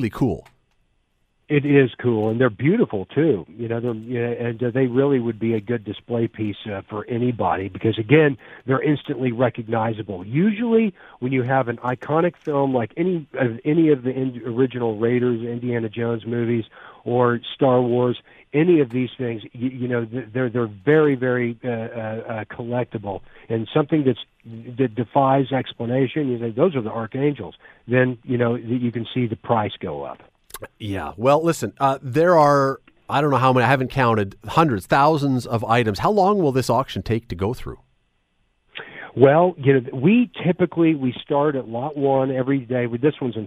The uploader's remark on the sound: opens the phone lines to find out what you think